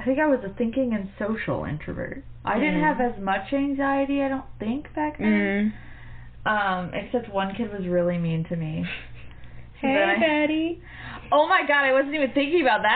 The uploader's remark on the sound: We had a little technical difficulty with our microphone this time around.